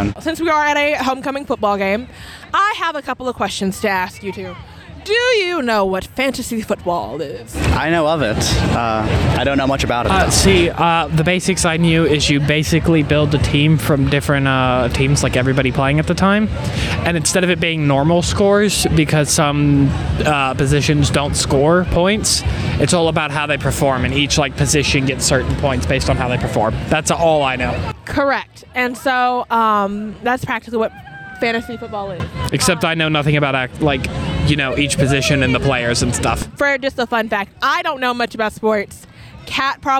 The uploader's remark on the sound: On location at UNA's homecoming football game! Listen in as they pull people from homecoming festivities and have fun on the spot interviews!